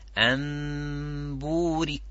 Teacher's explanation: The mim slightly weaker than the ba is stronger. So the mim will be a little bit less strength, but the ghunna is there.